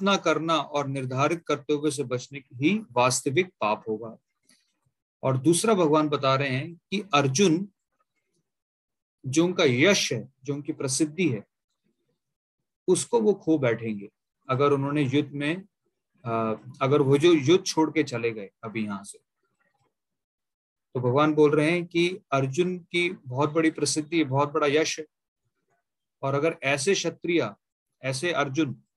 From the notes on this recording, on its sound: Zoom recorded class